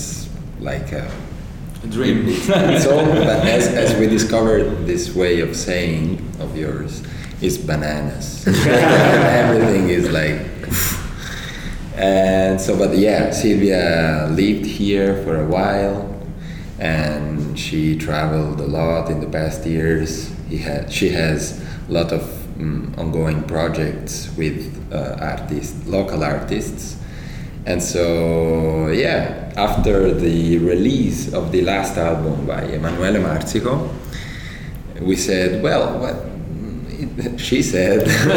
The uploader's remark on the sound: Performed live at the 2023 Hyde Park Jazz Festival. This interview was recorded at the Study at University of Chicago.